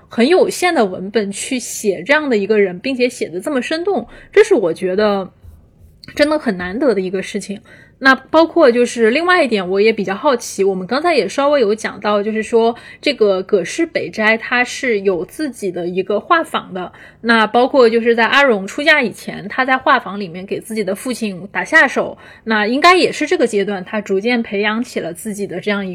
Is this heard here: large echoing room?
no